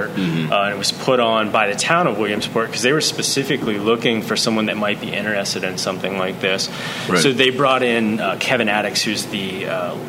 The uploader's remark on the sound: On location at Cushwa Brewing Company in Williamsport, MD.